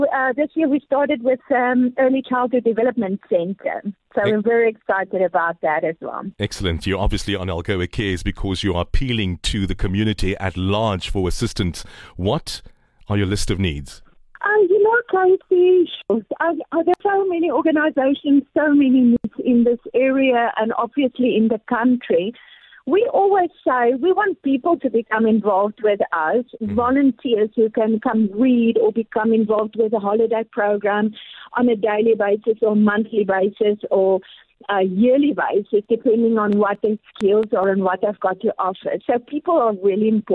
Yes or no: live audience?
no